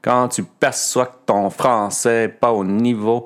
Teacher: il y a comme une légère accentuation sur euh, les premières syllabes